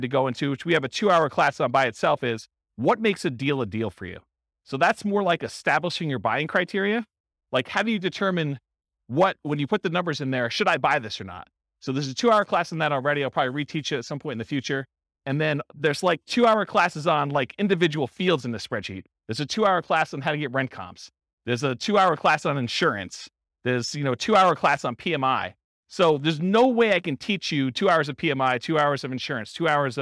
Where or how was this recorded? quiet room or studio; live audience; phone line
live audience